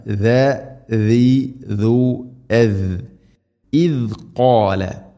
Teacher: ദാൽ ഉച്ചരിക്കുന്ന സമയത്ത് നാവിൻ്റെ അറ്റം മുൻപല്ലുകളുടെ ഇരുനിരകൾക്കിടയിലൂടെ അല്പം വളരെ നേരിയ തോതിൽ സാഇൻ്റെ അത്ര തന്നെ ഇല്ല പുറത്തായിരിക്കണം നാവിൻ്റെ അറ്റം. അതാണ് ദ ദീ ദു എദ് ഇദ് ഖാല.